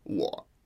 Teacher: They're just nice and low, short. They don't go up and down. They kind of stay consistent the whole way. · Term: third tones